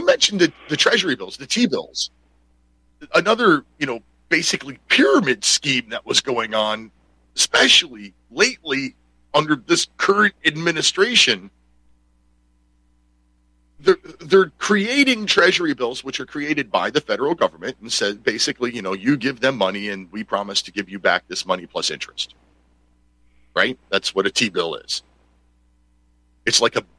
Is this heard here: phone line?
yes